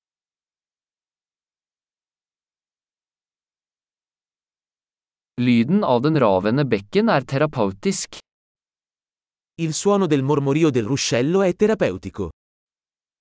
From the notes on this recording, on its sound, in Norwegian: Lyden av den ravende bekken er terapeutisk.